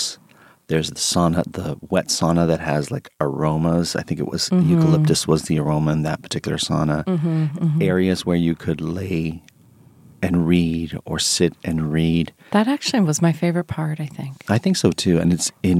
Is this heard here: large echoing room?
no